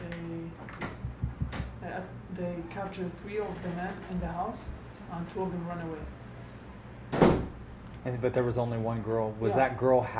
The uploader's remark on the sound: live unedited interview from the field